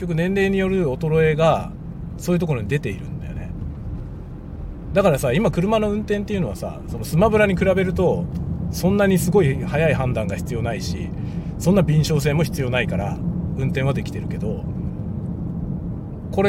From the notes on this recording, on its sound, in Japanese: ドライブの道中でいろんな思いを語る。使用マイク：ZOOM M3 MicTrak。Stand.fm。